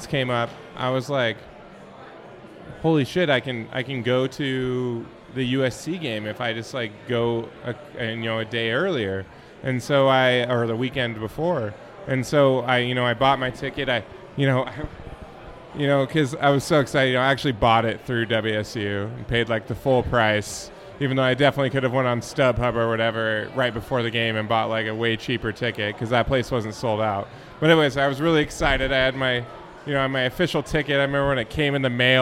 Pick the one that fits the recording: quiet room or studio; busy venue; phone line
busy venue